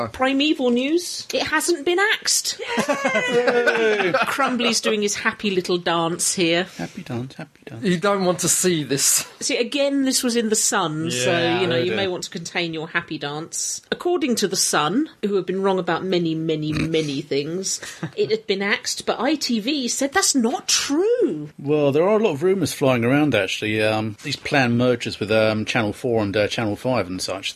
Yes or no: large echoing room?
no